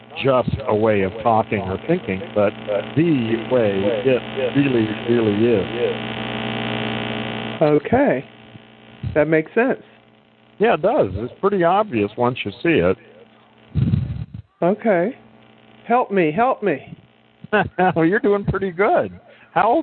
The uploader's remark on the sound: really bad audio